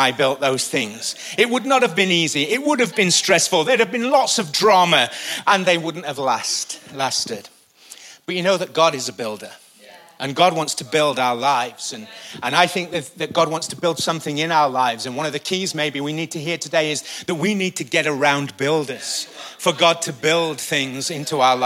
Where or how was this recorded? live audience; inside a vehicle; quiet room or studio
live audience